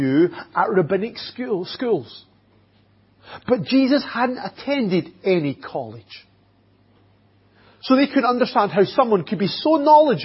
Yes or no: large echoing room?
yes